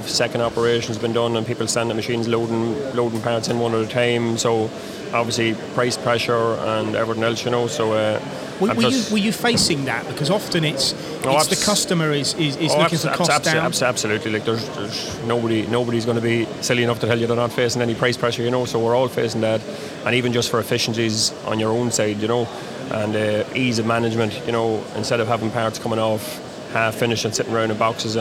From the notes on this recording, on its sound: Recorded at Star GB's recent open house event in Derby. The showroom at Star GB's UK head quarters.